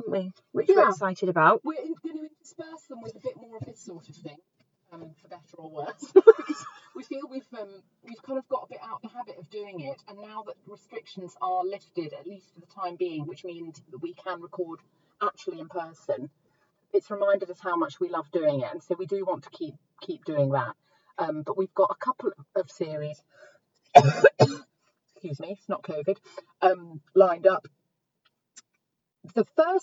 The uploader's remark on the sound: we FINALLY get back in the car and talk nonsense for a while